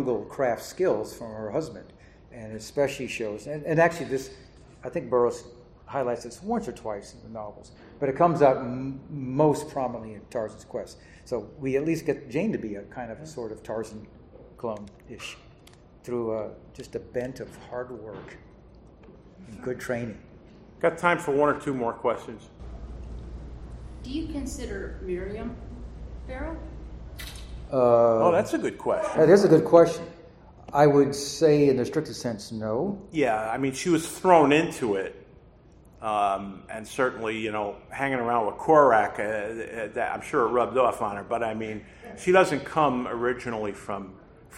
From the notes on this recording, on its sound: PulpFest 2023. The panel was part of ERB Fest.